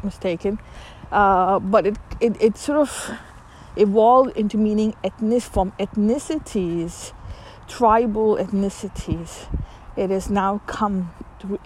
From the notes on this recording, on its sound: I am taking a walk. Please excuse the noise you hear of the cars passing.